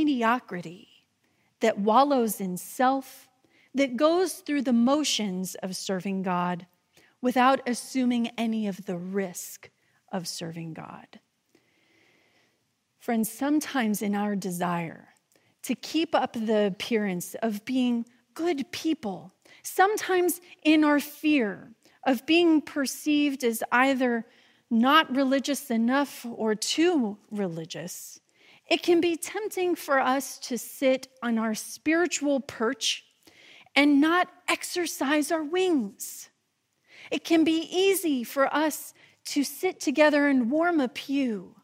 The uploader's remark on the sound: this message delivered during the traditional Worship service